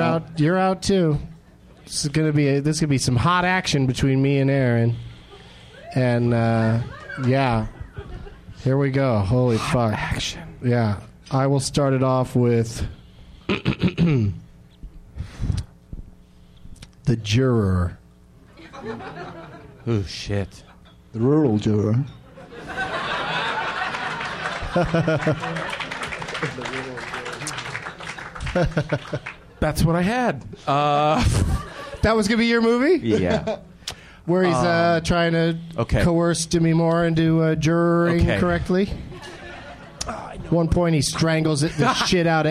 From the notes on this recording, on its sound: Live from Zanies in Rosemont, IL